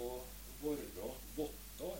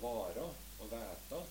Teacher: så har vi en kort vokal på en lang konsonant etterpå · Shown in: first take · Mens hjemme på Østlandet, så ser jeg nå ofte også vare og vette, en stæle med lang vokal.